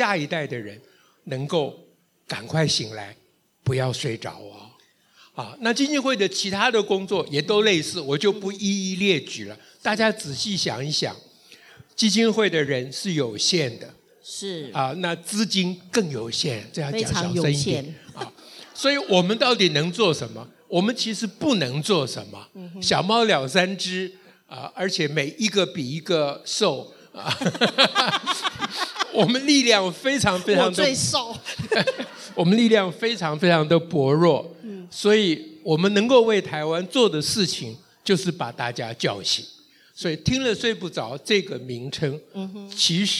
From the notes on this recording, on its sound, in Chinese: 台北聚賢會現場Podcast